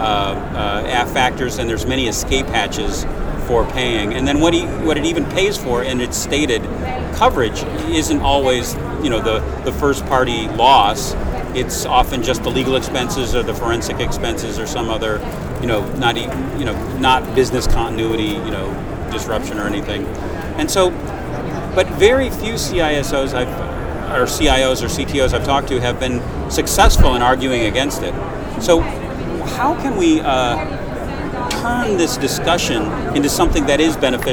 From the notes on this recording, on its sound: while both were at the RSA 2019 Conference